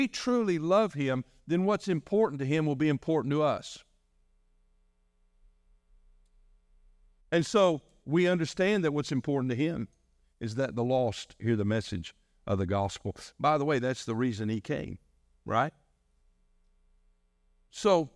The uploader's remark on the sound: delivered on January 21, 2024, during our morning service